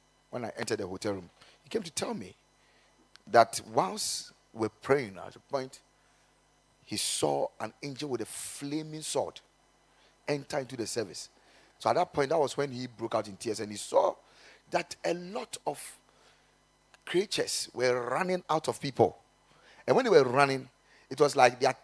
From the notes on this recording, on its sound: Preached at the Kingdom Sight Service